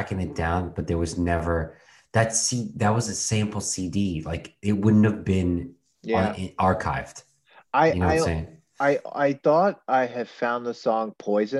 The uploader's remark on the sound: This was recorded on April 19th, 2021, on Zoom so there are some small sound discrepancies